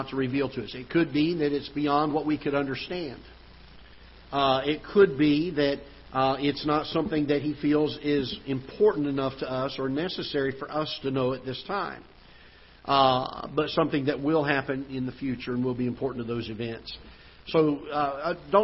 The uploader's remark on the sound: Ketha Heights Baptist Church ~ Live Broadcast